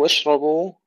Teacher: تسكين الشين مع الهمس والتفشي وتفخيم الراء وترقيق الباء